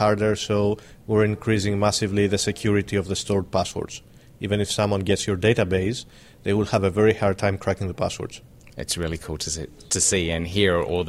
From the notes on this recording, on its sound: We sat down for a quick chat at the Joomla World Conference in Boston in 2013